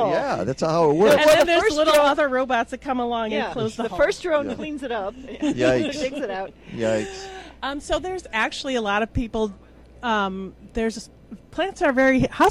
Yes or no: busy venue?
yes